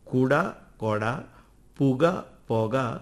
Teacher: ഉകാരം ചേർന്ന് വരുന്ന ദ്രാവിഡ വ്യഞ്ജനങ്ങളിൽ തുടങ്ങുന്ന പദങ്ങളിൽ ഉകാരത്തിന് പകരം ഒകാര രീതിയിലാണ് ഉച്ചരിക്കുന്നത്.